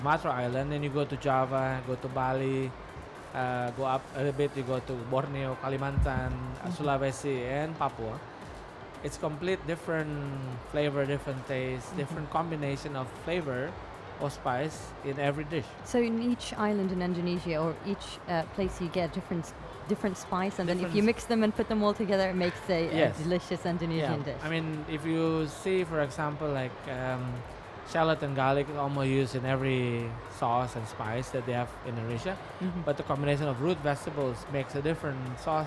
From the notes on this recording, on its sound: Live interview from SIBF 2022